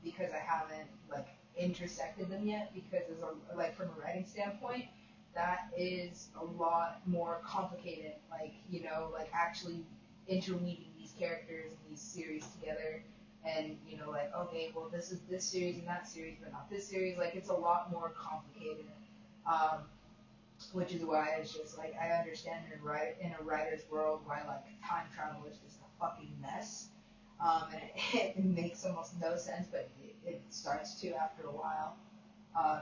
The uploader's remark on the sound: Super quiet audio - sorry about that.